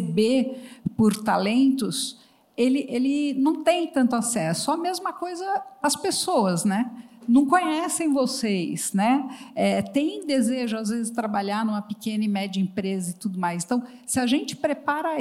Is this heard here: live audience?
yes